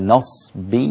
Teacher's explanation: أما الباقون فقد قرأوا بفتح النون وإسكان الصاد